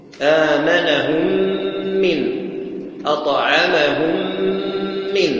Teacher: ننطق بها حرفا واحدا مشددا من جنس الثاني بغنة، بغنة الثاني، وإدغام تام، إدغام الميم في الميم والنون في الميم إدغام تام.